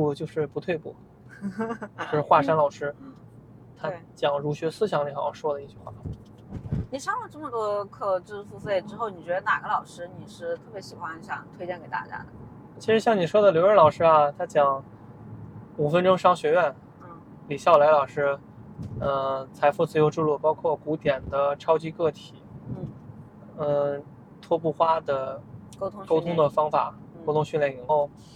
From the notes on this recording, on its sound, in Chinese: 这期很特别，因为我忙着赶车所以是在车上录制的这期播客。